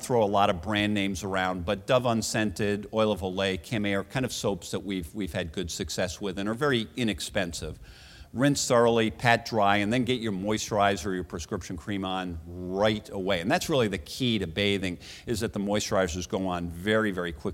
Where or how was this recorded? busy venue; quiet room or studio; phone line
busy venue